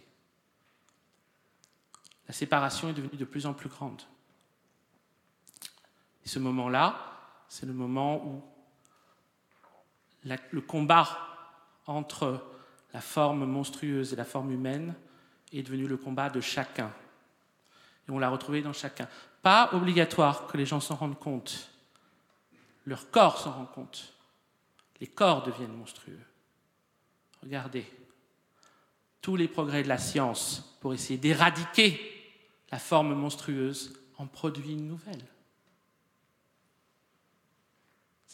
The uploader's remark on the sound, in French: Enregistr&eacute; le 29 novembre 2014 dans la salle Roland Topor Th&eacute;&acirc;tre du Rond-Point. Dans la salle Roland Topor Théâtre du Rond-Point.